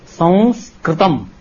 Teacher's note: But in Konkan, in Maharashtra, they will say, Sanskritam, they will not close their lips with ma. Technically, that is the correct sound. Anunasikya converted into a pure nasikya. It's a pure nasal sound.